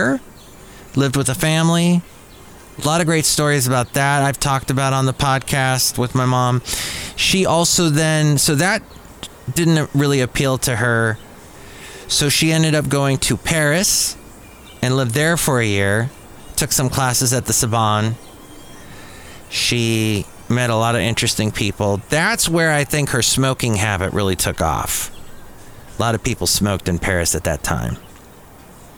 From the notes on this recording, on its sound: podcasts live from Café Anyway